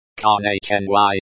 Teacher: The word is pronounced konechny with stress on the first syllable.